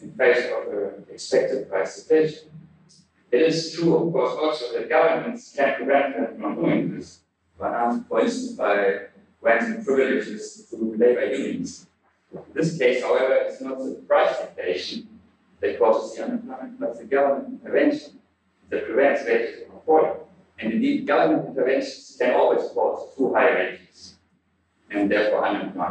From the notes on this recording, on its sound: Note that the audio quality for 2006, 2008, and 2009 was poor and has been improved.